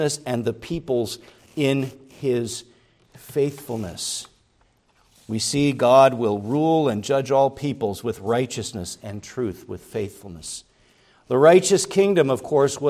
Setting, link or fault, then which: setting, large echoing room